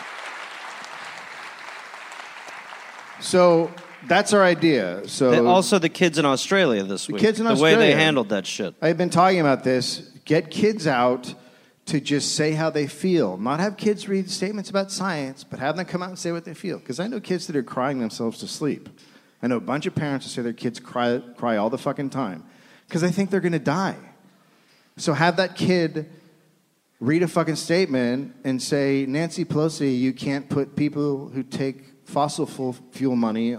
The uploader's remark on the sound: Recorded live in Chicago.